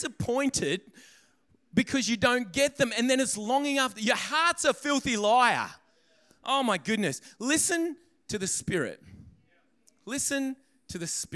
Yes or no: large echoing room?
yes